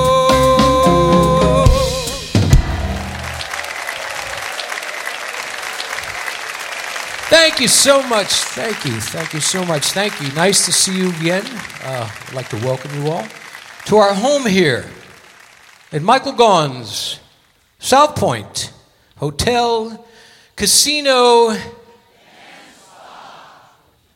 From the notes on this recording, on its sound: Live at the Southpoint Casino